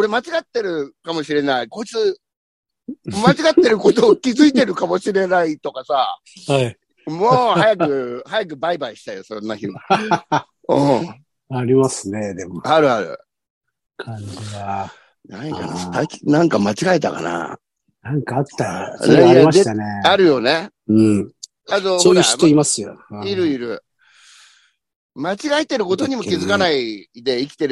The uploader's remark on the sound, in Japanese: ZOOMで収録